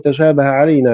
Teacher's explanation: وأما تأويل تشابه علينا فإنه يعني به التبس علينا، والقراءة مختلفة في تلاوته، فبعضهم كانوا يتلونه تشابه علينا بتخفيف الشين ونصب الهاء